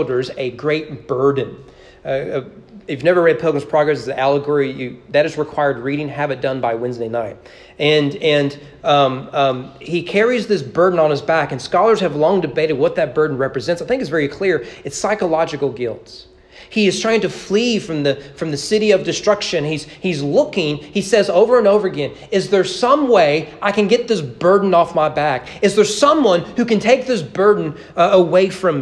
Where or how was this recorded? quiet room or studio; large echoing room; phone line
large echoing room